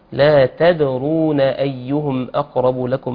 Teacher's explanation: صحيح التاء والدال يخرجون من مخرج واحد، ونؤكد ايضا على القلقلة، قلقلة الدال، والراء مفخمة لأنها مضمومة، ولكن هذا يجب ألا يؤثر على ترقيق الدال أو ترقيق حرف التاء.